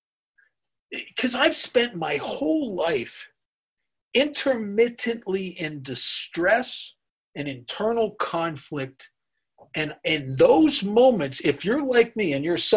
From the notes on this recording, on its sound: gives talk on Zoom